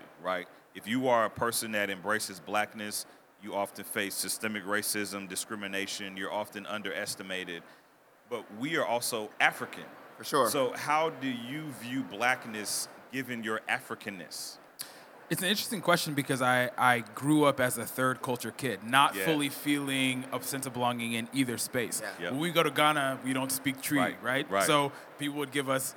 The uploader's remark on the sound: The 2022 AfroTech conference in Austin, TX provided a great environment for a conversation on what it's like to be African and American. Record this conversation live at the AfroTech Expo Hall Sound Bar.